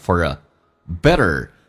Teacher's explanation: for 跟 a 有一个连音叫 for，用字母的 r 跟 a 形成个连音